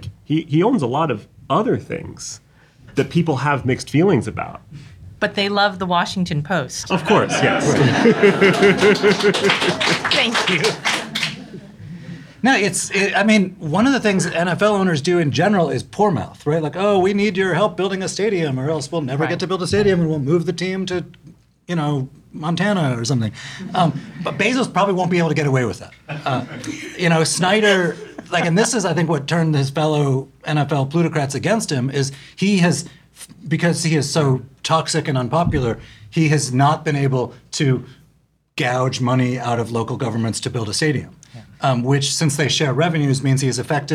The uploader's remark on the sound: We’re back with another live taping at Politics and Prose Union Market!